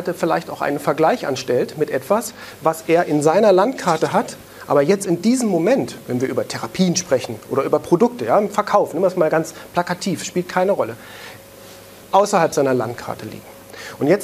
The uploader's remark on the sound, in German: einen Mitschnitt aus einem Vortrag